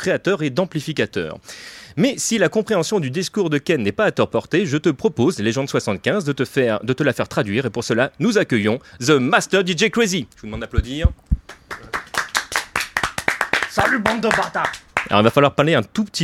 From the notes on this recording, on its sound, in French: Un pif de l’actu enregistré sous une chaleur écrasante dans un appartement surchauffé avec beaucoup de monde